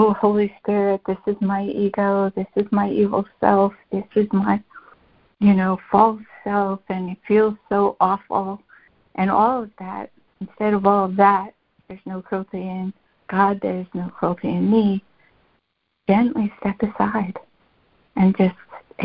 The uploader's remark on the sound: ACIM Daily Conference Call.